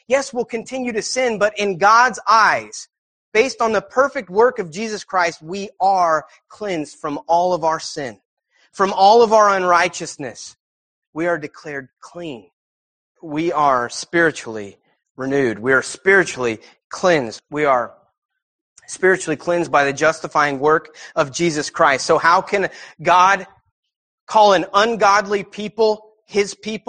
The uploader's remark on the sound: preached on 5/20/18 at Christian Fellowship Church, Peru Indiana